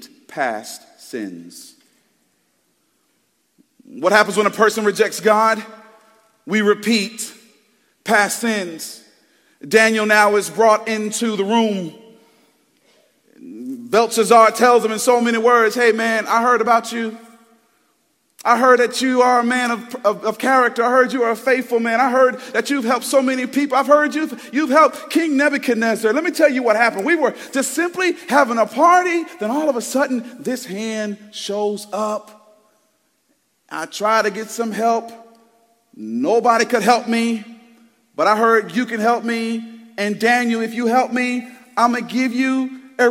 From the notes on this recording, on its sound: Preached Sunday February 4th, 2024 at Woodside Bible Church, Pontiac Campus